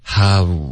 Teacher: 大家要发成哈，哈哈笑的哈，然后再嘟嘴 how · Term: 双元音啊呜的音